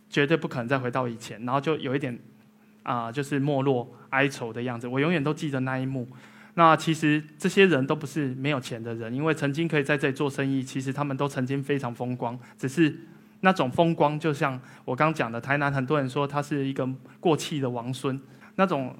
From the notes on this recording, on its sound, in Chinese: 一席现场